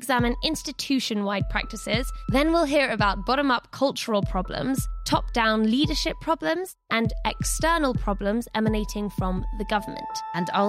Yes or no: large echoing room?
no